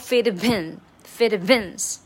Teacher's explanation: And all those who look down on me, I'm tearing down your balcony.这次的新收获呢，就是那个啊、呃，当然这次还是没有唱出来，因为习惯有点难改。就但是以后要注意，就是 so fuck the world, feed beans, get stop 这个 beans 它也是有很很很强的爆破，有点像 so fuck the world, feed beans, feedbeans。就爆破，介于 B 和 P 之间那种感觉